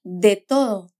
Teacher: Ella casi no pronuncia esa De